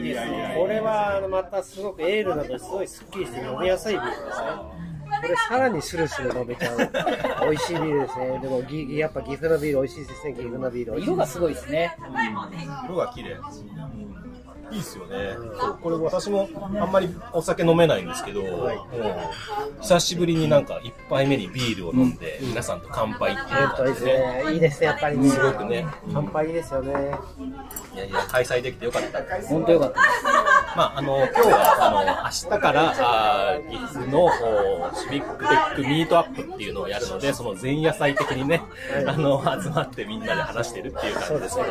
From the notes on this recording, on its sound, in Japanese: イベント前日に岐阜のクラフトビールのお店で収録しました。